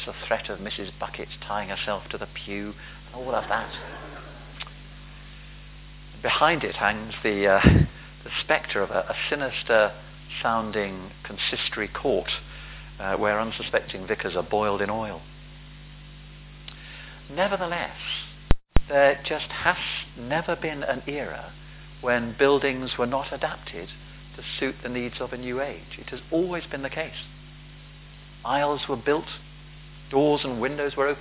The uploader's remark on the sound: Palm Sunday Rededication of St James Finchampstead. A recording of the sermon given by the Bishop of Oxford. At a service to rededicate St James' following the restoration and conservation work.